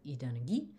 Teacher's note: with stress on the final syllable because of that Spanish aquí.